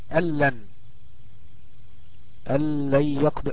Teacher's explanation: وكأن النون دي هتقلب لام ساكنة وبعدها لام مفتوحة، الاثنين هيضغموا وينطقوا حرف واحد اللي هو اللام · Term: بدون غنة